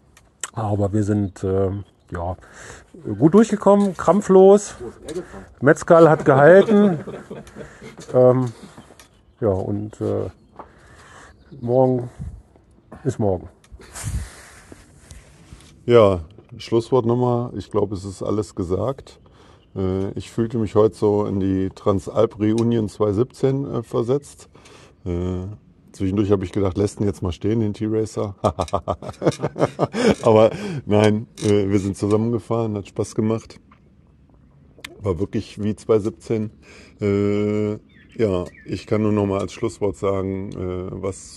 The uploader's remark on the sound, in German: Sonderfolge zur Belgian Mountainbike Marathon Challenge BeMC. Durch die wunderschönen belgischen Ardennen. Live Eindrücke, die unsere Fahrer rund um das Rennen festgehalten haben.